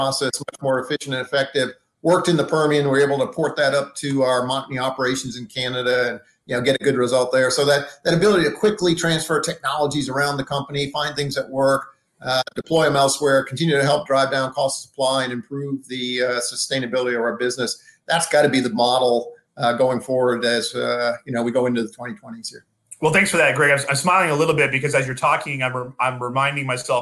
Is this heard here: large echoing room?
no